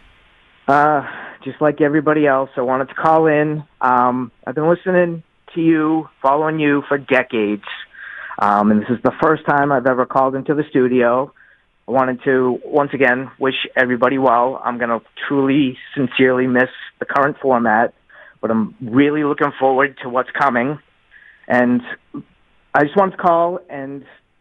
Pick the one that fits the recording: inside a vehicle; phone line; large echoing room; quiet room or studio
phone line